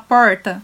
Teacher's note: com esse R que a gente chama de retroflexo